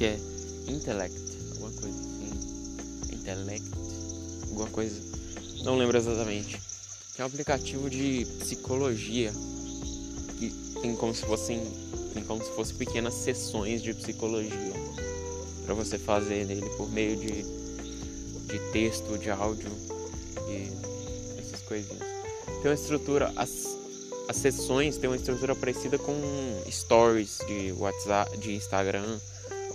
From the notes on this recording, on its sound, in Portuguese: In roça. Muito barulho, desculpa.